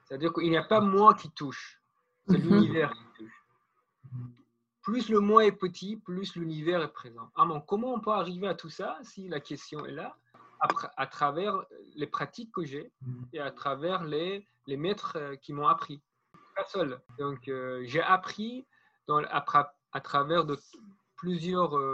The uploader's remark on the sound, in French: Les conditions d'enregistrement ne sont pas optimales.